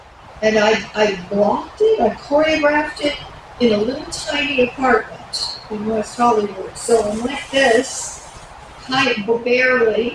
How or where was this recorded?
busy venue